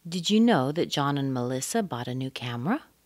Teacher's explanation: And it's a yes-no question, so we're going to go up.